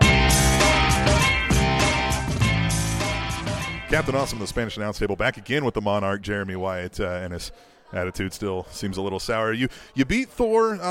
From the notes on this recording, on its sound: attended the 2nd NWL KC show and got some great audio